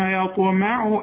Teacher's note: ارقق الياء ورقق الميم وفخم الطاء ورقق العين